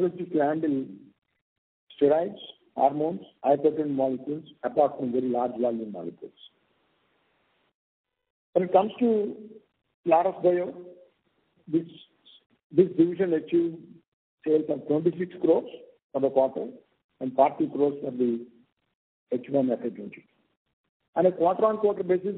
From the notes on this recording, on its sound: Results discussion/conference call for the quarter ended Sept.